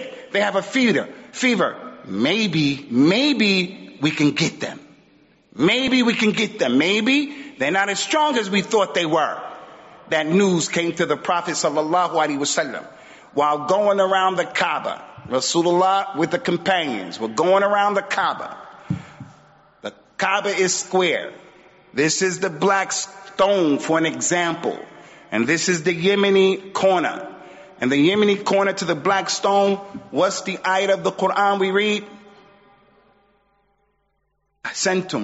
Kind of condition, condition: setting, large echoing room